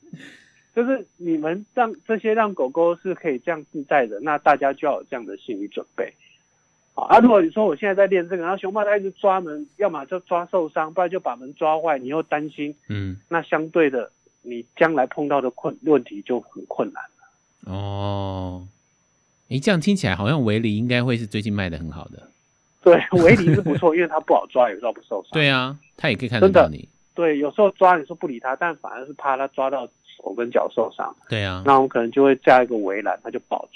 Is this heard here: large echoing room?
no